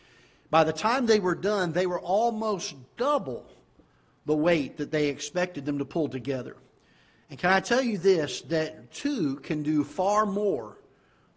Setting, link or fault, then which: setting, large echoing room